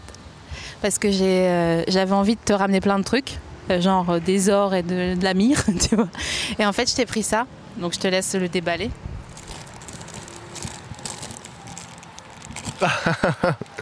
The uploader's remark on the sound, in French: En direct de la Villette